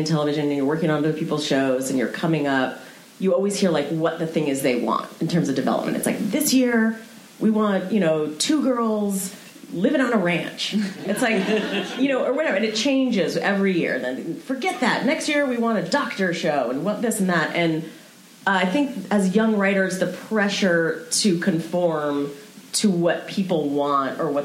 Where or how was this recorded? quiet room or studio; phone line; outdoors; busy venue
busy venue